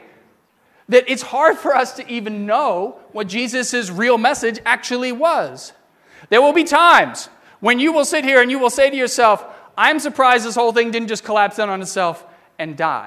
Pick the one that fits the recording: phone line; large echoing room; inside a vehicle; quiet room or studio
large echoing room